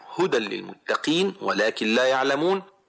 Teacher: فتدغم النون الساكنة والتنوين بغير غنة في الحرفين الباقيين من يرملون، وهما اللام والراء · Term: إدغام لهما بغير غنة